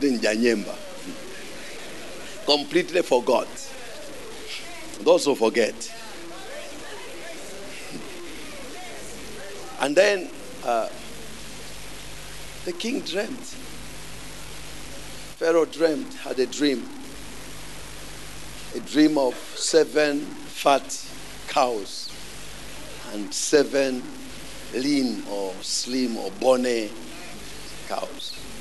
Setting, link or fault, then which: setting, large echoing room